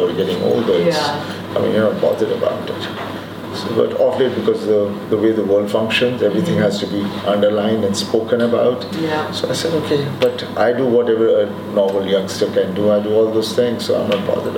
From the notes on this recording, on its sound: as he comes off stage at Mirchi Festival in Amsterdam